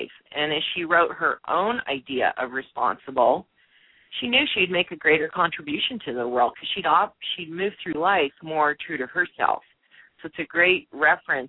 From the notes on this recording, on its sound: opens the lines to answer live questions